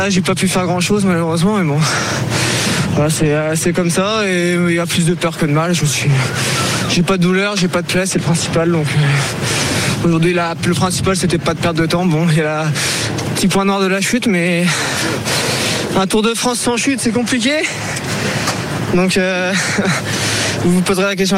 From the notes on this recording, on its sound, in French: En direct de Copenhague